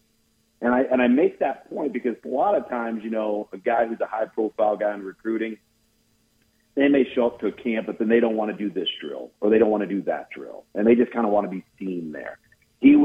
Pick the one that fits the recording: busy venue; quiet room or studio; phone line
phone line